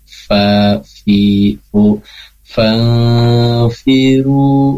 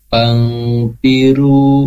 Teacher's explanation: gigi seri bagian depan yang dua ya, yang gigi dua itu gigi kelinci itu, nah itu nempelnya ke bibir bawah bagian dalam · Shown in: first take